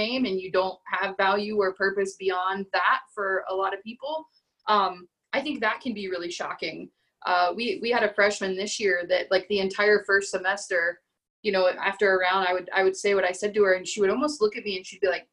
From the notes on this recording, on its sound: Huddle Up and Listen Up series of virtual coach panels. You can hear the audio version of that conversation here on the Tap In To College Golf podcast.